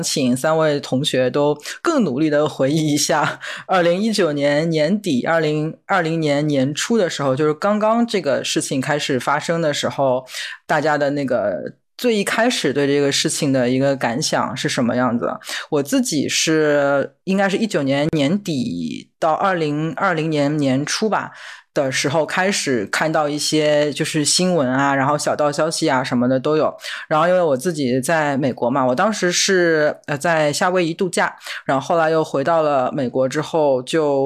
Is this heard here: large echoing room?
no